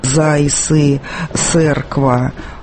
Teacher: На месте литературного звука «ц» они произносят звук «с». Они говорят «зайсы», «церква».